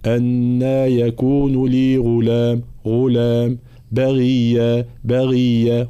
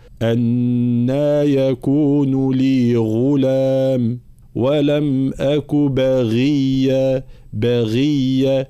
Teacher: عندنا أولا حرف الغين هنا في كلمة غلام، كلمة باغية. الغين لولا أعطيها حقها من الجهر تصبح شبيهة بحرف الخاء ويصبح صوتها غير واضح · Shown in: second take